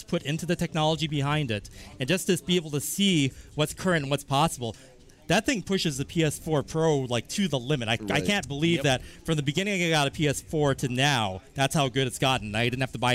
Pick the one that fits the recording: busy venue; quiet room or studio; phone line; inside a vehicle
busy venue